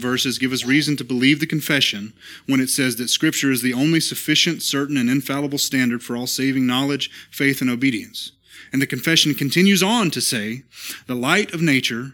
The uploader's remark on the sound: This is the sermon from our Tuesday night Worship Service at Immerse Church